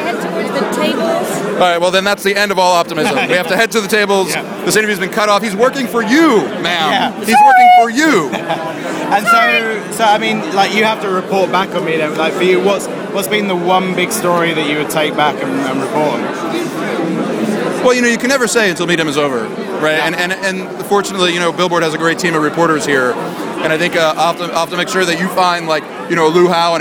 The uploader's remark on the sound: At the #midem speakers dinner #audioblog at InterContinental Carlton Cannes.